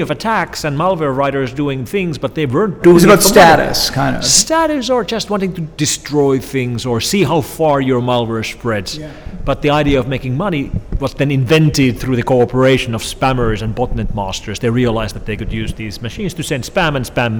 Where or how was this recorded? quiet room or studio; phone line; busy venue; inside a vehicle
busy venue